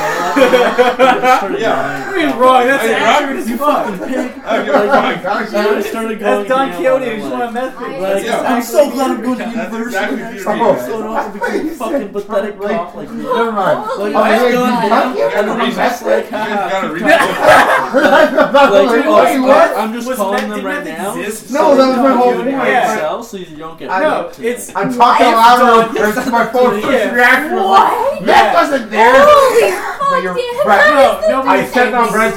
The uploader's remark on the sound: we had a going away party and recorded a 2 part episode of it